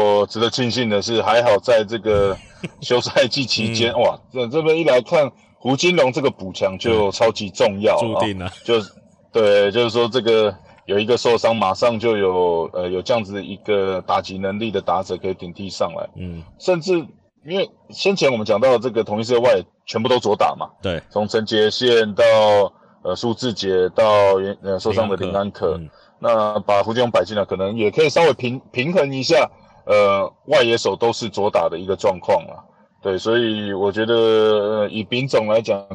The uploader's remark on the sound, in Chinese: 在車上錄音 音質有些狀況 請大家見諒